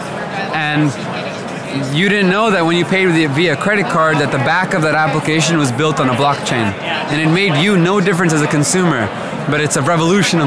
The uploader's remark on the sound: Live From The Crypto Invest Summit West 2018